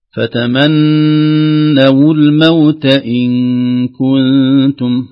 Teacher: النون المشددة فيها غنة صح؟ فيها غنة مقدار حركتين